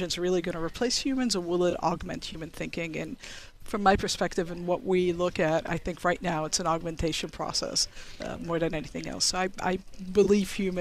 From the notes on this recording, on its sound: Broadcasting live from the Federal Reserve Bank of Boston for the opening day of Boston FinTech Week 2019, powered by FinTech Sandbox.